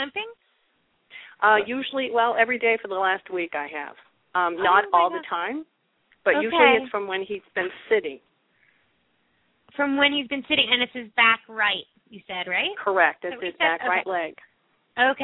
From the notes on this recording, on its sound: open up the lines for listeners to call